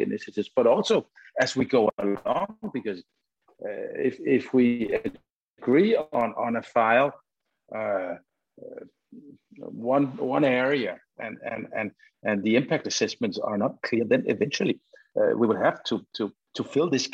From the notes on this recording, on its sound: Is a recording of one of our digital events.